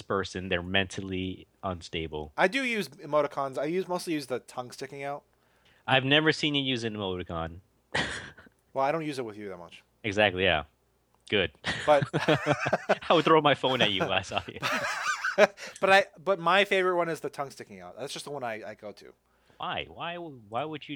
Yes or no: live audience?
no